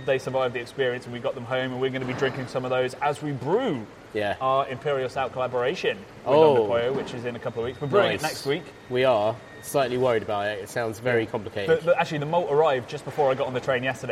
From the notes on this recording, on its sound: We're on location for this week's episode, as we come at you live from the Track Brewing taproom